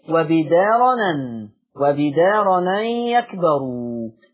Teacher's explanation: هننقل حركة الهمزة إلى التنوين · Term: النقل